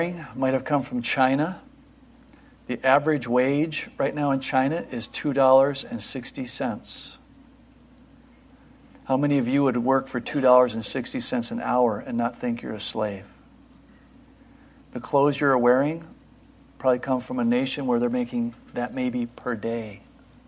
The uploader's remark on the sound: Christmas Eve Morning Service 2023